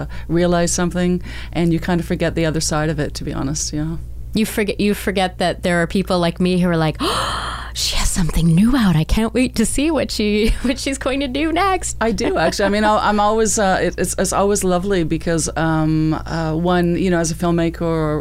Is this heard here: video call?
no